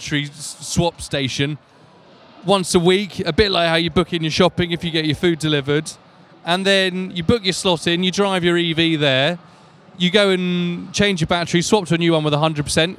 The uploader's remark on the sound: Live From The Guangzhou Autoshow